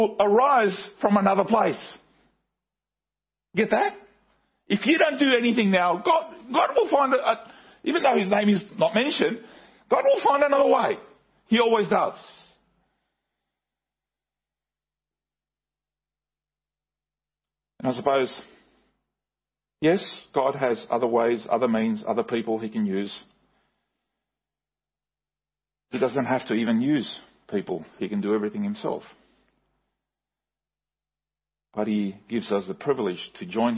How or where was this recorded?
large echoing room